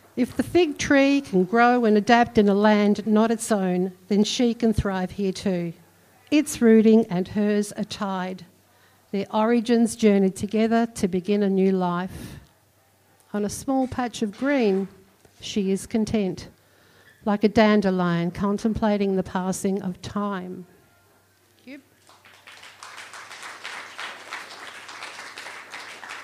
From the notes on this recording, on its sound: This episode of the Spoken Word show replays a recording of the event.